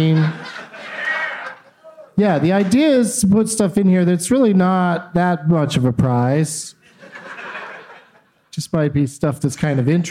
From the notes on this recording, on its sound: Live from Goodnights Comedy Club in Raleigh